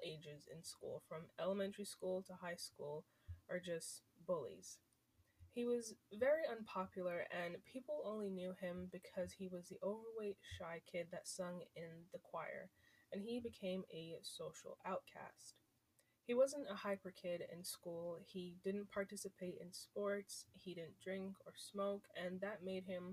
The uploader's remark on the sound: sorry for the audio